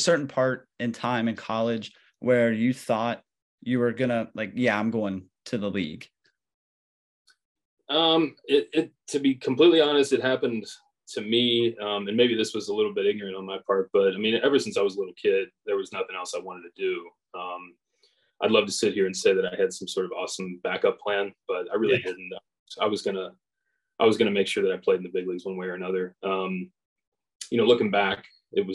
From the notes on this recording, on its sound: sits down on Zoom